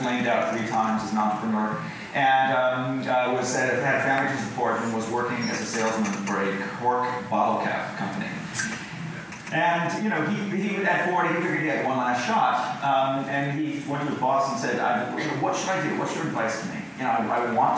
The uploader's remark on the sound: Recorded at Vidfest, in Vancouver, Canada